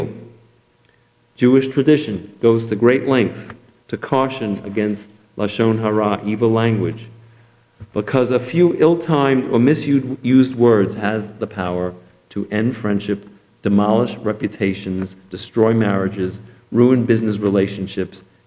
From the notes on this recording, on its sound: Delivered at Temple Emanu-El